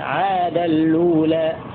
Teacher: أضغم نون التنوين في اللام هكذا عاد الأولى مع نقل حركة الهمزة